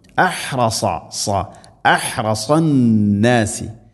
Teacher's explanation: സാദ് നാവിൻ്റെ മധ്യഭാഗം അണ്ണാക്കിലേക്ക് ഉയർന്ന് സ്വരഭാരത്തിൽ ഉച്ചരിക്കേണ്ട അക്ഷരം. അഹ്റസ സ അഹ്റസന്നാസി അന്നാസി നൂന് ശദ്ദ് ഗുന്ന ചെയ്യണം.